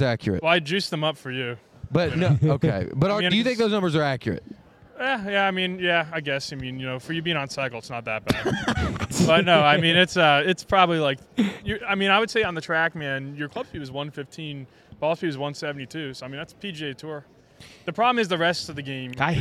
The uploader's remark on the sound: Live from the Dallas Golf Show. Live from the DFW Golf Show.